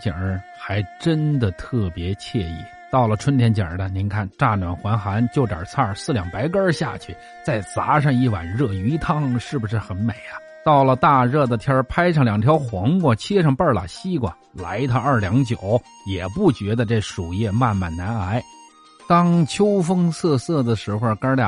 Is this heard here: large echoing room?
no